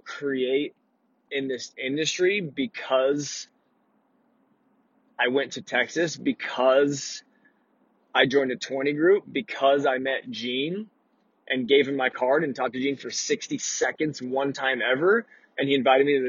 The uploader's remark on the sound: This episode was recorded in my truck while driving between appointments.